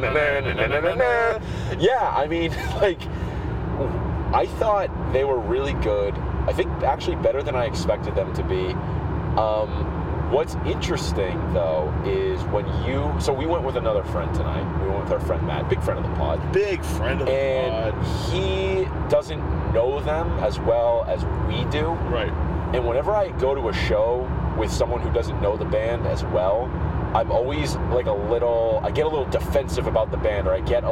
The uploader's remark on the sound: take to the open road and record while driving